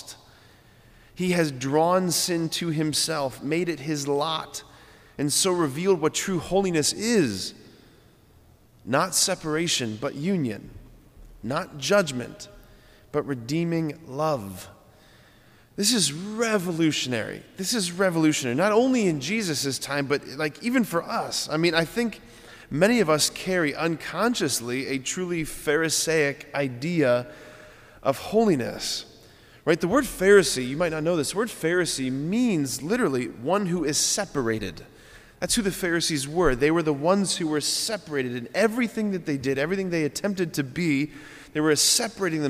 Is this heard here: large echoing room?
yes